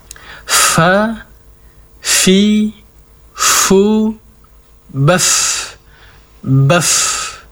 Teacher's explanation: ujung gigi seri atas bertemu dengan bibir bawah. Fa, kemudian penekanan sifat hamasnya, mengalirnya nafas ketika diucapkan.